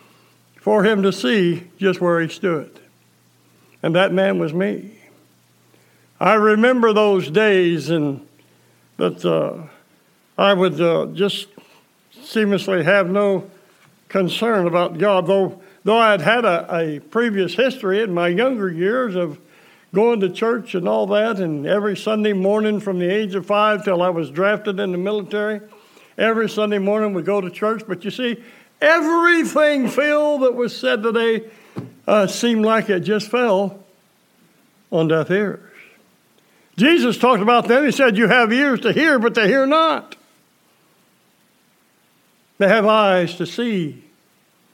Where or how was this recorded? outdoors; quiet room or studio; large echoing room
large echoing room